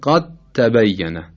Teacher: مورد دوم عکس این حالته، دال در ته ادغام میشه، مانند قد تبین، آیت الکرسی، قد تبین الرشد من الغی، قد تبین، دال ادغام میشه در تا، کل دال از بین میره، طبیعتا قلقله هم از بین میره دیگه، ما دالی نمیشنویم که بخوایم قلقله هم بهش بدیم، میشه قد تبین، قد تبین غلط.